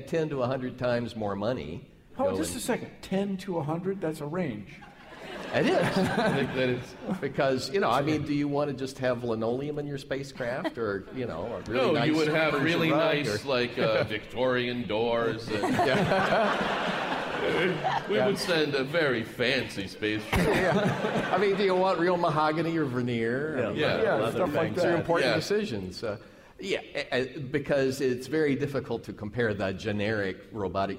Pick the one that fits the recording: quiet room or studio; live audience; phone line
live audience